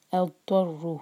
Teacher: اگر ہم یہاں رکتے ہیں تو ہا ساکن کر کے رکیں گے اضطرہ، ورنہ کنٹینیو کریں گے تو ہو ہمارا چار حرکہ ہونا